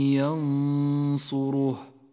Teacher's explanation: أما حكم الإخفاء فهو في كلمة ينصره، النون الساكنة تخفى بحرف الصاد مع بقاء غنة للنون بمقدار حركتين ولذلك لونت بالأخضر. الغنة في هذا الموضع غنة مفخمة وذلك لأن حرف الصاد حرف مفخم، والغنة تتبع ما بعدها في الترقيق والتفخيم.